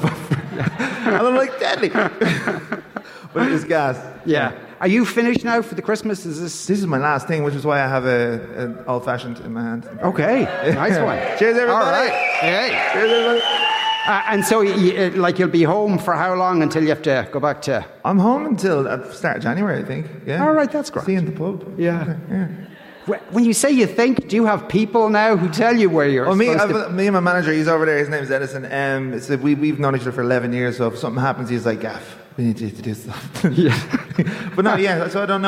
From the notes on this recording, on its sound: The Movies and Booze Christmas Special was LIVE from the Stella Cinema in Rathmines.